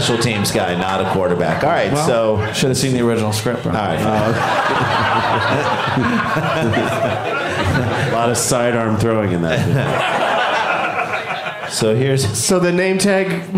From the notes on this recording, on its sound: Live from Madison, WI